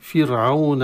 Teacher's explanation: راء مرققة في فرعون قبلها كسرة